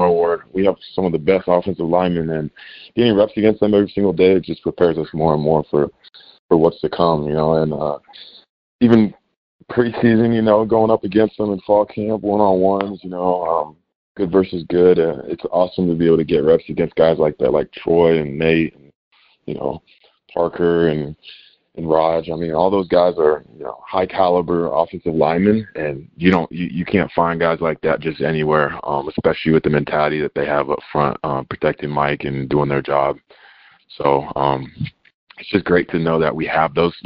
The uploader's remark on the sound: National Championship Game Teleconference